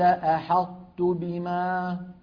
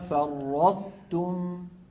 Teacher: إذن نرى على اللوحة وهو إدغام ناقص، لأن الحرف القوي لا يدخل بكله في الضعيف بكله، فكانت العرب تدغم الطاء الساكنة في التاء مع إبقاء صفة الإطباق منها، ويكون ذلك بأن يطبق المتكلم لسانه على طاء غير مقلقلة ثم يجافيه عن تاء متحركة